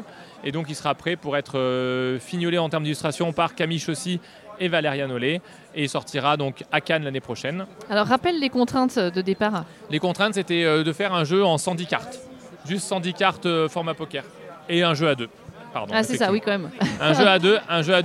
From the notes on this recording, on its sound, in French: Rencontre avec le couple lors du festival Paris est ludique 2023.